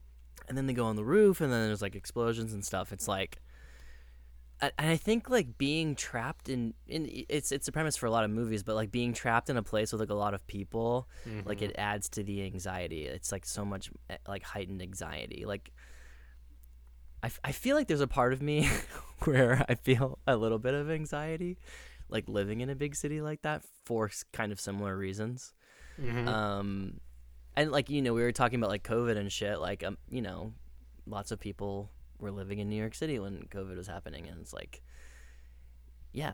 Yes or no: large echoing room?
no